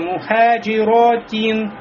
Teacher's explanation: тя у нас должна быть сильной, без хамса. А когда остановка уже появляется, хамс, говорим мухаджирот.